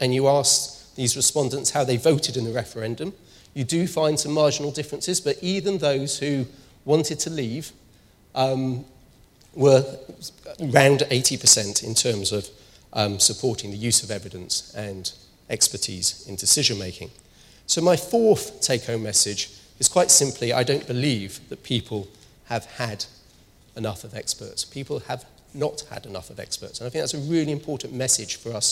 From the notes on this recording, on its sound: speaks at SRHE Annual Research Conference 2016